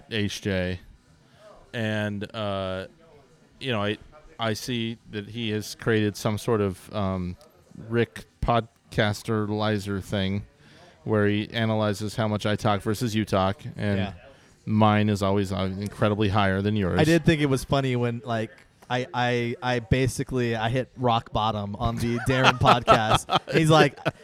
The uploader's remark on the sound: We're back at Thunderhawk Alements with a live audience!